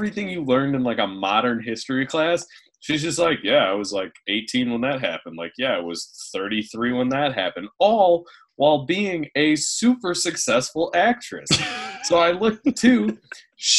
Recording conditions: video call